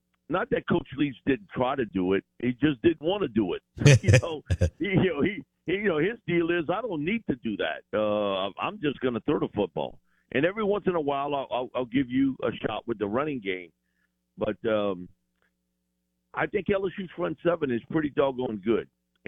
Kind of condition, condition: link, phone line